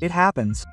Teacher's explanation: The T is a soft R and the I is an E.